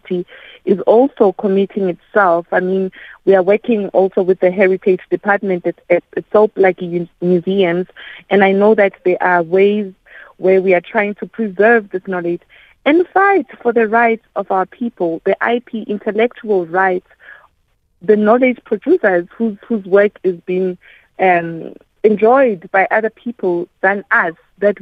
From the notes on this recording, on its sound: we are joined on the line